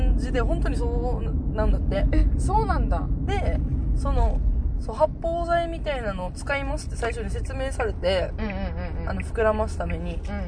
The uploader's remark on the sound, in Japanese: ドライブ収録でお届けしたいと思います